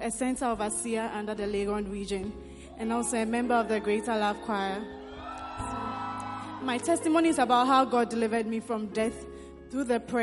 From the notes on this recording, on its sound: Preached at the Prophetic Encounter Service.